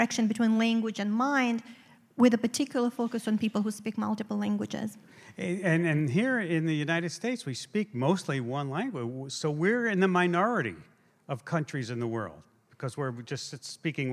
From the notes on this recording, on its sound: In front of a live audience at the Studebaker Theater in Chicago, Illinois, presented with WBEZ and Mindworks.